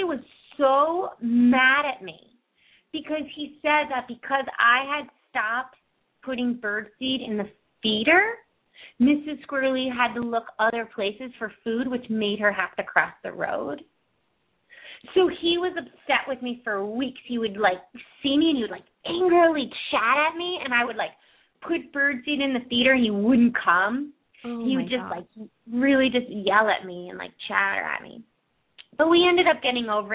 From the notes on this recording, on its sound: open up the lines for listeners to call